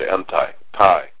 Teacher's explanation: the second syllable is the one that is most pronounced